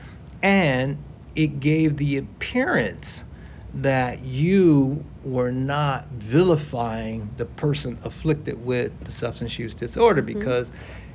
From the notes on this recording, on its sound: Recorded on-site at the convention. At the 2023 APS Annual Convention.